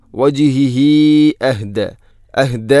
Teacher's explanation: ഹ ഉള്ളമീറിന് ശേഷം ഹംസ വന്നാൽ മദ് മുൻഫസ്സിൽ പോലെ നീട്ടണം, നാലോ അഞ്ചോ ഹർക്കത്തിന് തുല്യമായിട്ട്